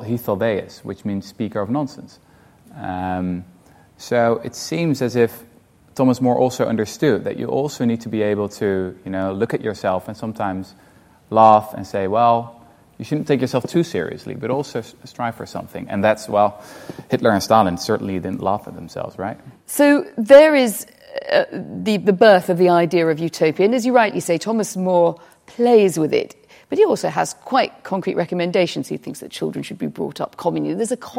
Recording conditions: live audience